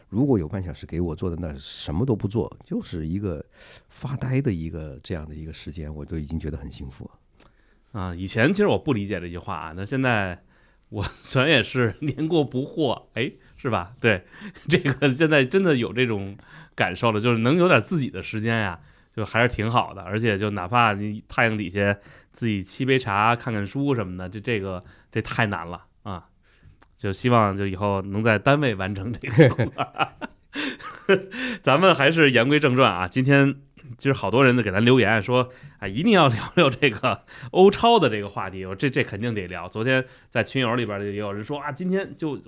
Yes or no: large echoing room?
no